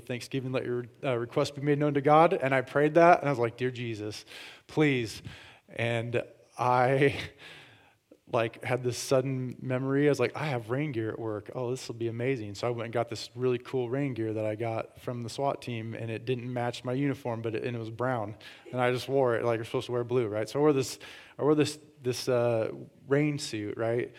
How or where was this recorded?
large echoing room